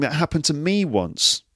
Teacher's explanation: You hear that me is highlighted there in the intonation.